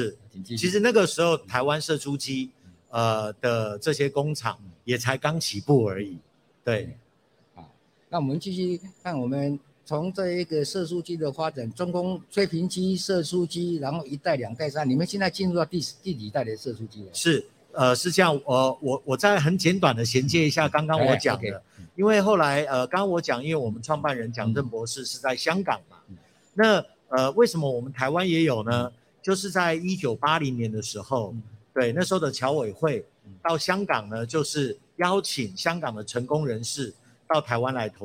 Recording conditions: busy venue